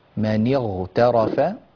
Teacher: امسك الغين يا أخي، لا تقلقلها أو تحركها من مكانها، حافظ على ثبات سكونها